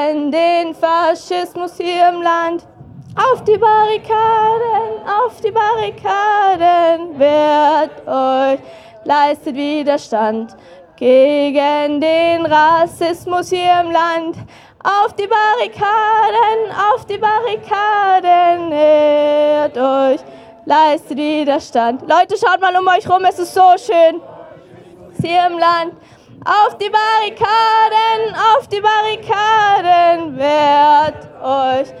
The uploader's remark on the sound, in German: Demokratie-verteidigen-Kundgebung von Fridays for Future. In Wien. An einem Lichtermeer unter dem Titel „Demokratie Verteidigen“ von Fridays For Future vor dem Parlament. Unbearbeitete Aufnahme der Reden auf der Kundgebung.